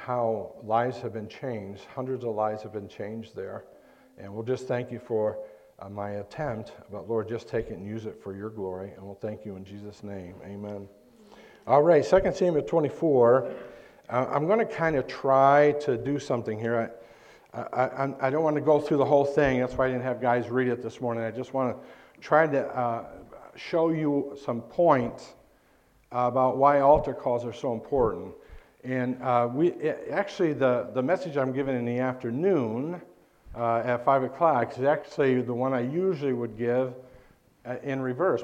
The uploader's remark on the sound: This message preached at Lighthouse Baptist Church in Schenectady, New York.